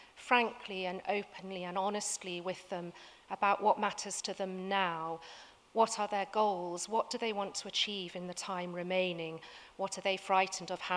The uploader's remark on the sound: Recorded at 5x15 at The Tabernacle in London, November 2017.